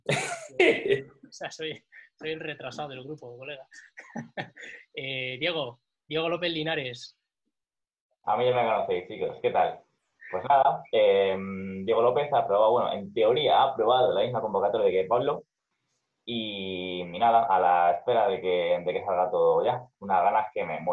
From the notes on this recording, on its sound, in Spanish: Nos hemos reunido cuatro amigos por vídeo-llamada.